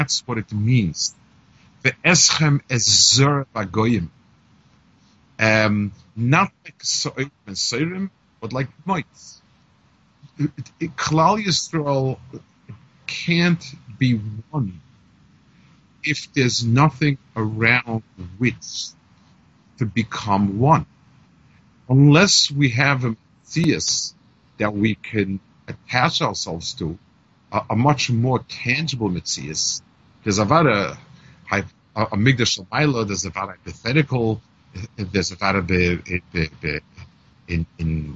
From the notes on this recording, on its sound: Melbourne Kollel by Skype